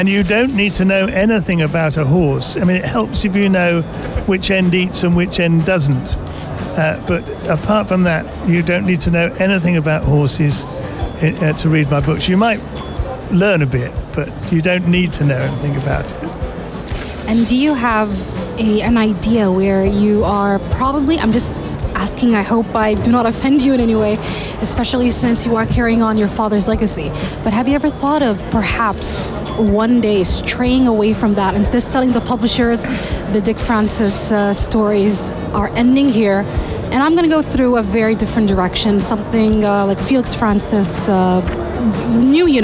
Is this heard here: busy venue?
yes